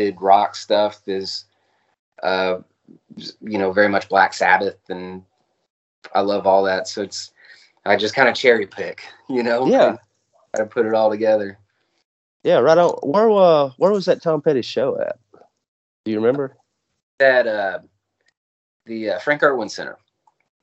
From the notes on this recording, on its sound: Skype called out to the Dallas/Fort Worth area